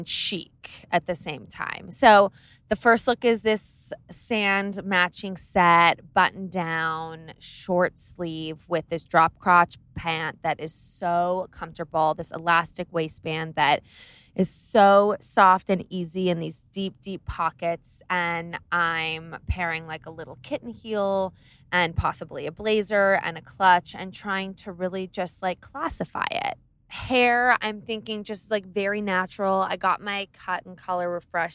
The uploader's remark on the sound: Taking you on the road from Southampton to NYC! I literally did this in my car while driving in the most insanely bonkers traffic I’ve ever been in.